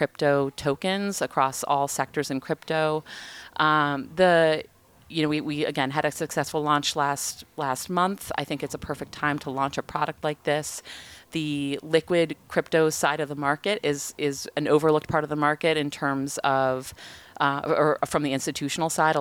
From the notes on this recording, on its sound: This special edition of Uncharted was recorded live at the annual Uncharted Summit in Southampton.